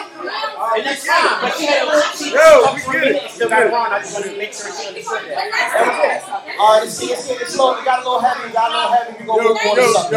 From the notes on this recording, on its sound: Please forgive this Episode’s audio